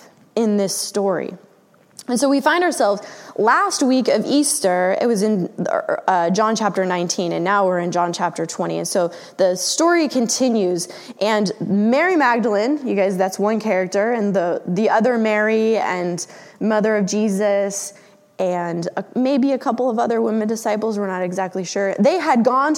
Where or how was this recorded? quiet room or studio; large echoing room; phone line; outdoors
large echoing room